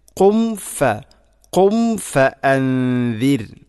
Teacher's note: ഇവിടെയും പ്രത്യേകിച്ചും ശ്രദ്ധിക്കേണ്ടത് ഖും മീമു സാക്കിനയ്ക്ക് ശേഷം, സുക്കൂനുള്ള മീമിന് ശേഷം ഫ വന്നു കഴിഞ്ഞാൽ രണ്ട് ചുണ്ടുകളെയും കൂട്ടി ആ മീമിനെ പൂർണ്ണമാക്കിയതിന് ശേഷം വേണം ഫ എന്ന അക്ഷരം ഉച്ചരിക്കാൻ.